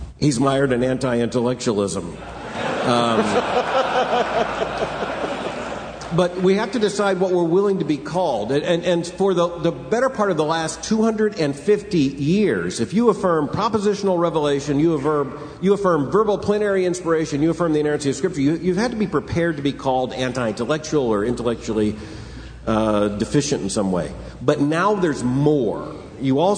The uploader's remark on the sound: from the Shepherds' Conference - Inerrancy Summit